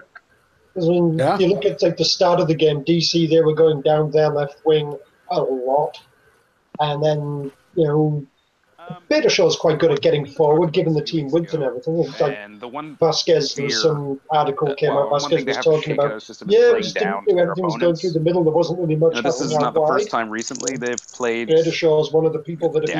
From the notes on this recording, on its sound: The gang is all here but separately as they record from their personal abodes.